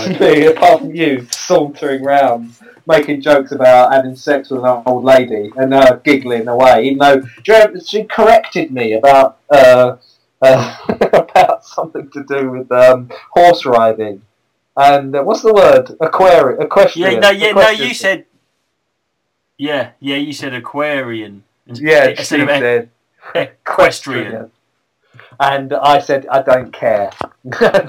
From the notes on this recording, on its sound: Just two blokes talking and recording it very badly indeed.